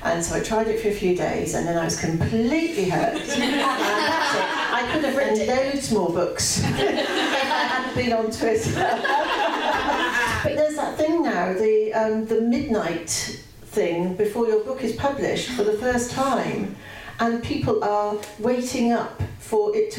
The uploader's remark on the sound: Recorded at a live event in front of an audience at Waterstones Gower Street. Produced by Pineapple Audio Productions.